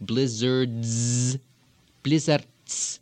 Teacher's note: the Z becomes DS